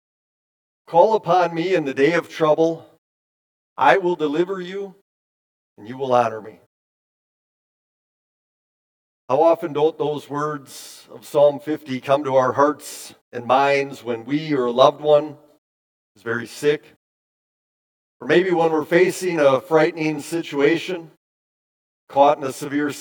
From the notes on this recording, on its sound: Preached this sermon at Bethany's Sunday worship. Bethany, Appleton, WI.